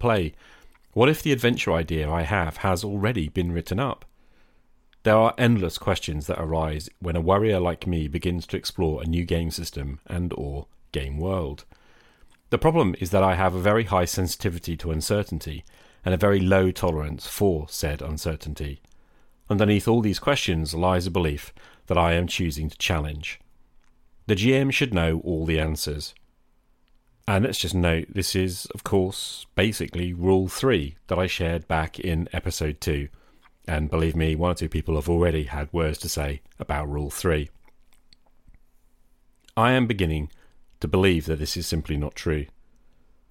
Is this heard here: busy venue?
no